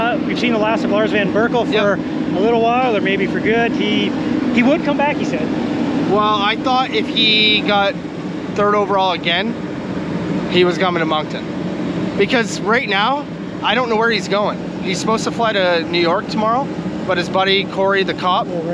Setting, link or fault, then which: setting, outdoors